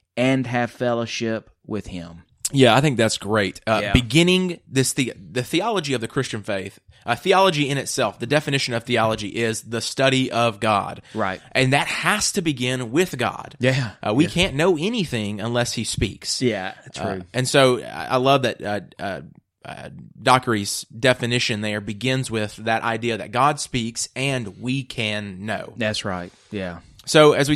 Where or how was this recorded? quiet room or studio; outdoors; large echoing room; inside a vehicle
quiet room or studio